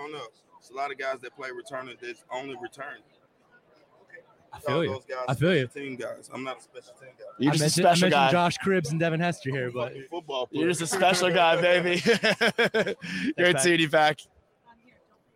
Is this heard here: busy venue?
yes